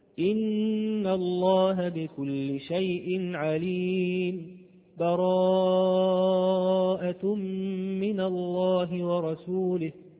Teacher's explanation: وقفت ولم أخذ نفس، فهذا هو السكت